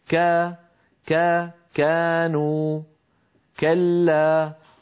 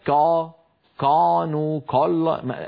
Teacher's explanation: انظروا إلى نطق الكاف الذي ترون الصورة على يسار اللوحة، انظروا كيف أن لسان المزمار بعيد عن الجدار الخلفي للحلق، لسان المزمار بعيد عن الجدار الخلفي للحلق، أي أنه لم يحدث تضيق في الحلق، ثم لاحظوا كيف أن صوت الكافي يخرج منحدرا إلى خارج الفم · Shown in: first take · Term: الترقيق